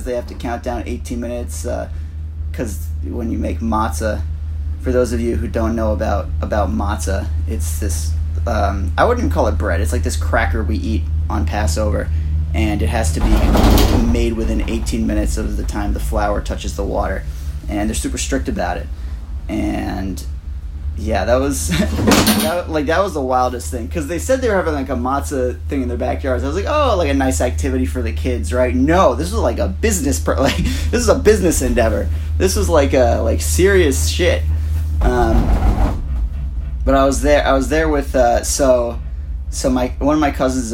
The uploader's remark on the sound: Live from a gondola in Mont Tremblant